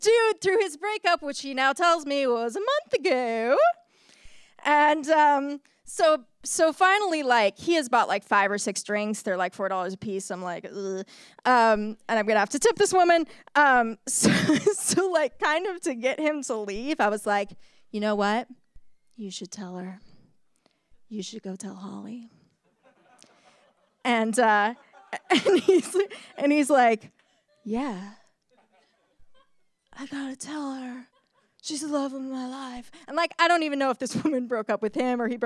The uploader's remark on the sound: For Detours' second live storytelling event, "Story Slam" we asked people to share their bad dating experiences, along with a piece of dating advice.